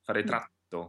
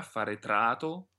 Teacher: È una parola che non ha doppie. Forse può essere utile pensare la A abbastanza lunga · Shown in: second take · faretrato, faretrato, di modo che questo può aiutare a evitare l'ultimo raddoppiamento sull'ultima T, faretratto, questo no.